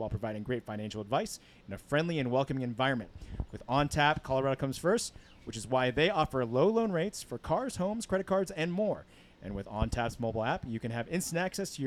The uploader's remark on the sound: Last night, we recorded a very special PorchCast. During our Hard Brew Easy Drink event at Goed Zuur, a spontaneous, wild and sour-focused beer & cheese bar located in downtown Denver.